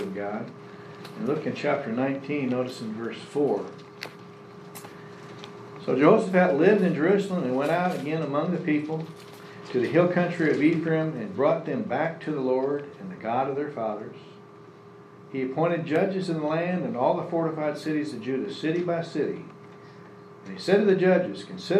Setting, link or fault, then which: setting, large echoing room